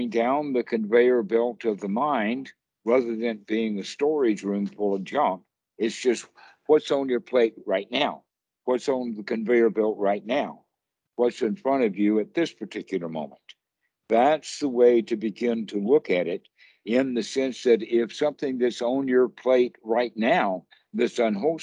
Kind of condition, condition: link, video call